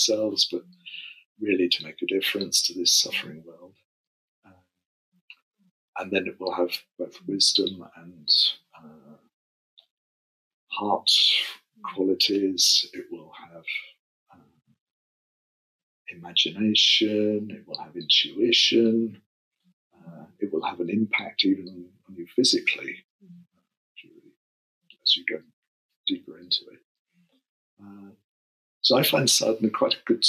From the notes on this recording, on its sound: the sound quality isn’t as good as we would have liked